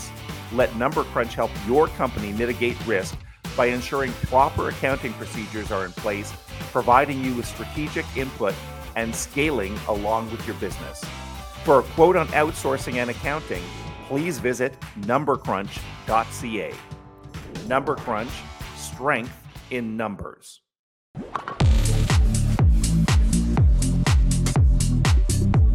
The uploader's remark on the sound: Highlights from SaaS North 2023. The event heard from key players in the Ottawa community. Took viewers to the event with him, getting reaction and highlights.